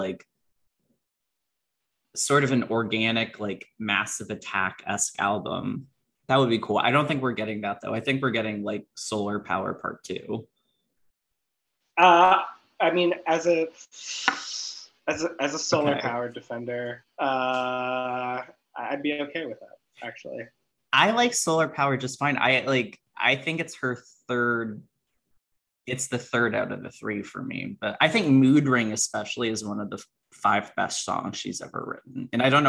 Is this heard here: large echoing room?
no